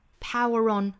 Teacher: 再跟后面的 on 连读呢 power on runrun，有一个小小的 r 的加音哈，英音里面是加 r 的